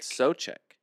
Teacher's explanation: The O-U in this guy's last name has a long O pronunciation in it.